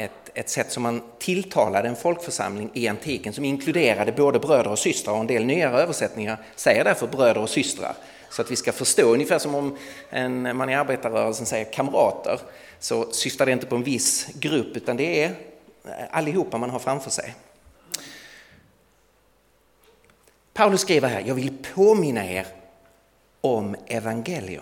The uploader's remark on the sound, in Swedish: Inspelad i Värne Alliansförsamling i Stockholm 2017-01-15.